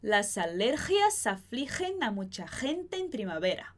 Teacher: com o som mais forte do G raspando na garganta